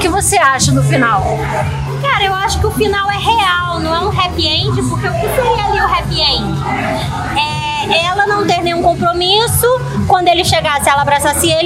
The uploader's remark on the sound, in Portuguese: diretamente do Booze Bar, na Lapa